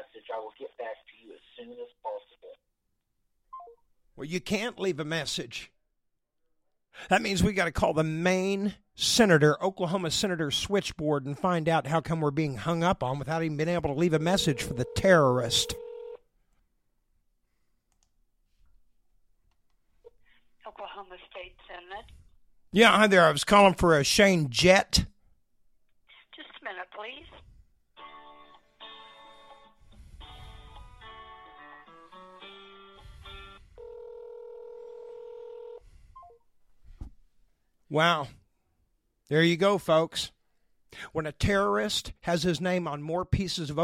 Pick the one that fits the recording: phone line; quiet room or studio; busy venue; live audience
phone line